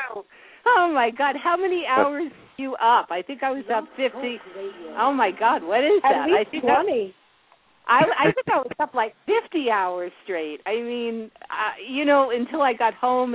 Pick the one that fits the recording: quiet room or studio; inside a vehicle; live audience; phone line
phone line